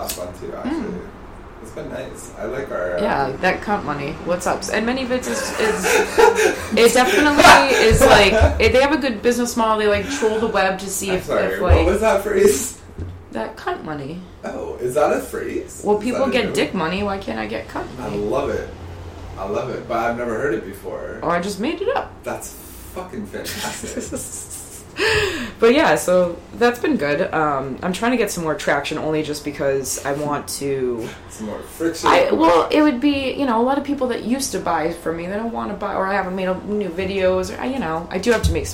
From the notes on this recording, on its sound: They sit down in their living room amidst the ambient sounds of New York City